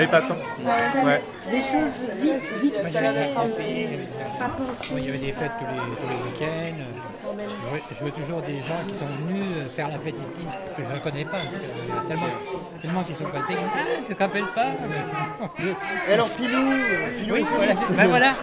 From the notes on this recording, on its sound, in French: Le Cheptel en fête. Toutes les sons et musiques proviennent des spectacles, et moments enregistrés cette semaine d'Aout 2019.